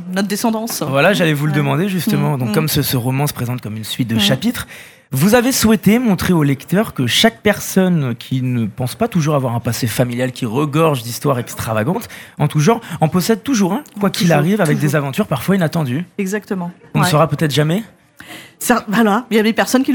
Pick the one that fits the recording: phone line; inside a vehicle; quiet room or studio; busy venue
busy venue